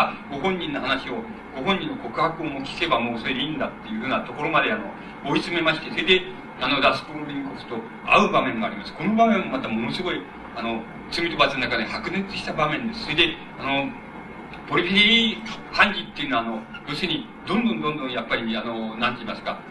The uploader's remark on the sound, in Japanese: 主催：京都精華大学 学生部 場所：京都精華大学。京都精華大学大教室。一般の人にも開放され、 他大学の学生の参加も多かった。音源は主催者から提供だが ライン録音ではない。